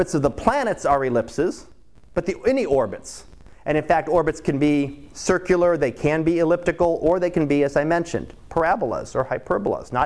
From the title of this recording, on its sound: Live Class Lecture